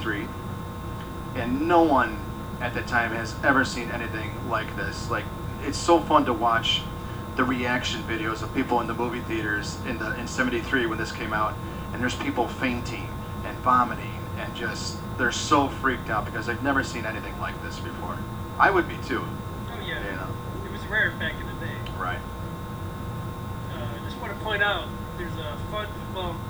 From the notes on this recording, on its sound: Apologies for the bad audio quality. This is our first time doing a trial run.